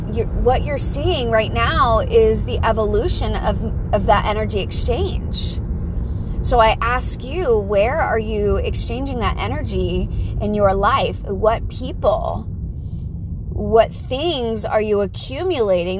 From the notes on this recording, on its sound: Pep talk in the car.